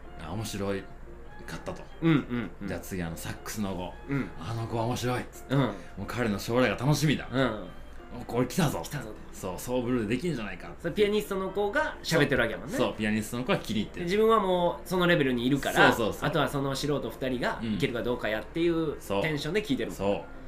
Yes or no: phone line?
no